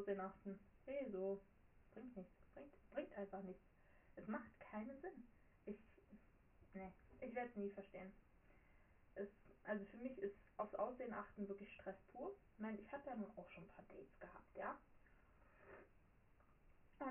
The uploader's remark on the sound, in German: sorry für den Ton